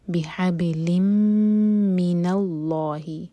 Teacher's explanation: بحبل من اللہ، میم کو ہولڈ کریں گے اور آگے اللہ تعالیٰ کے نام میں جو لام ہے اس کو منہ بھر کر پڑھا جائے گا · لام کی تنوین کے بعد میم ہے تو لام میم میں مرج ہوگا، تنوین جو ہے میم میں مرج ہوگی.